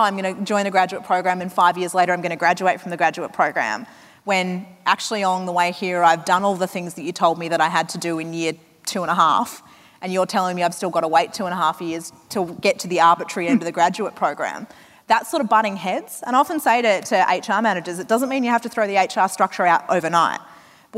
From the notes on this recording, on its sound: From 2018's Flying Solo Live